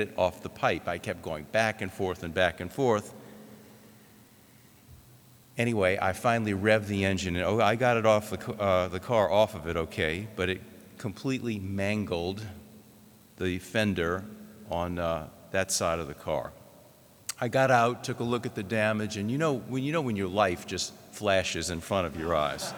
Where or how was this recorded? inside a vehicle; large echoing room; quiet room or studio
large echoing room